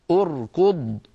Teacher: من أجل ضمة الكاف ضممنا همزة الوصل عند البدء بها